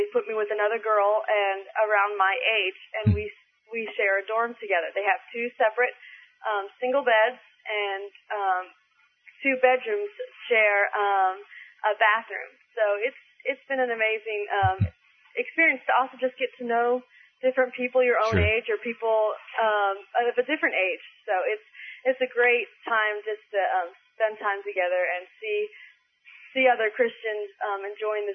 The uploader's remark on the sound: She called in to report on what has happened thus far.